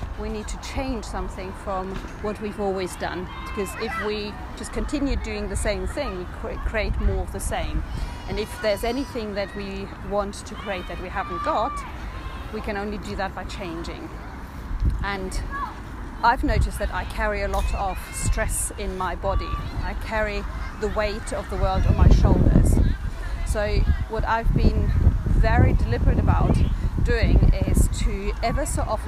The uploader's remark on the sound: Which I recorded on the beautiful grounds of Dinton Pastures while spending a sunny day with my kids during half term. Which I recorded on the beautiful grounds of Dinton Pastures while spending a sunny day with my kids during half term.